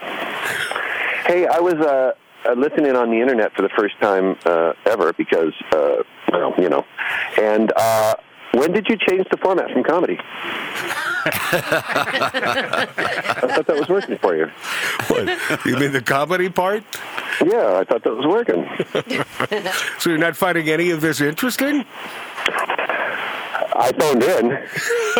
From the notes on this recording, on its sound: Enjoy this surprise phone call from one of the funniest guys in the business.